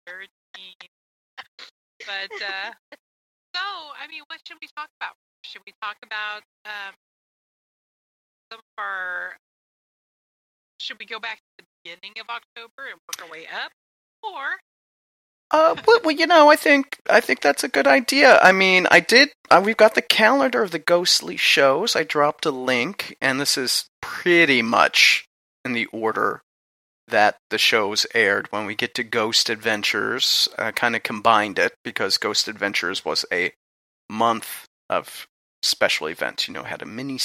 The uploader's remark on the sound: Haunted Salem Live. We had trouble connecting with our internet radio studio, so there will be uneven sounds and some audio hits throughout.